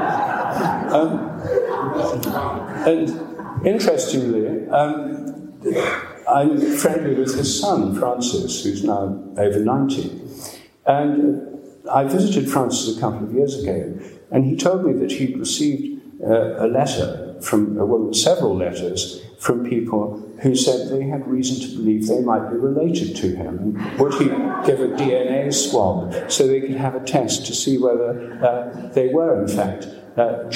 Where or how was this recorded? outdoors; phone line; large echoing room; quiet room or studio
large echoing room